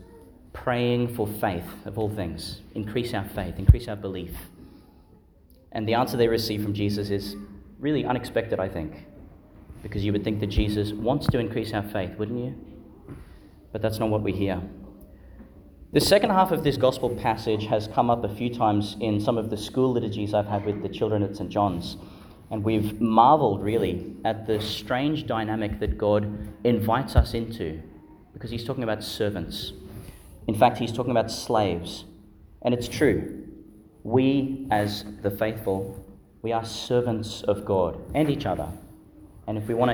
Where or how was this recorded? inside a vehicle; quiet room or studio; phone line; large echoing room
large echoing room